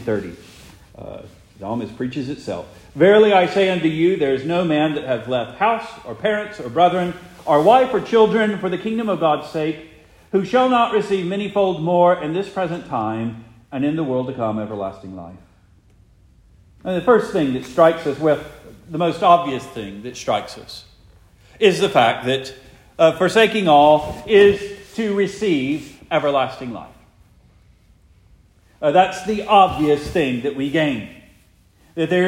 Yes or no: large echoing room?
yes